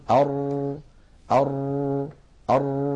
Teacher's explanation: وليحذر القارئ عند نطق بالراء من أن يبالغ في ذلك الارتعاد حتى لا يؤدي إلى ظهور أكثر من راء · Term: التكرار